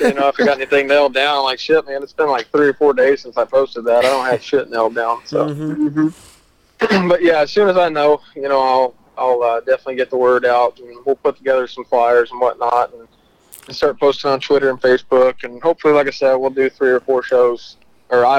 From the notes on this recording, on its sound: gives us a call